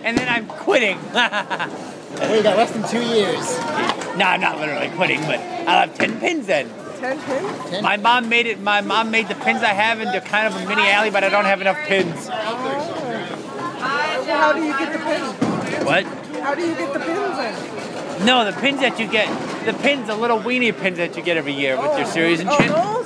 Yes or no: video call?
no